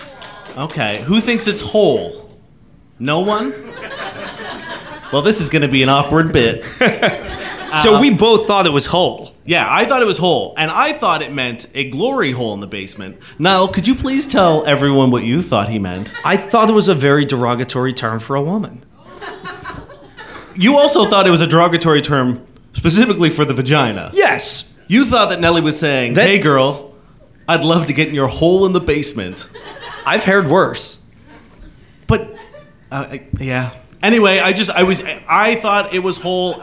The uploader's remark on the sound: here's the live show we did at Black Sheep at the beginning of the month